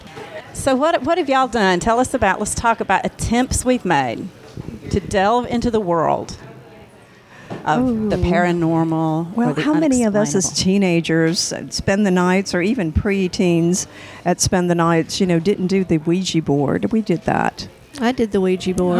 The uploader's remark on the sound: The ambient noise in the background of this Mystic podcast is the sound of customers in Mama Mocha’s Coffee Emporium.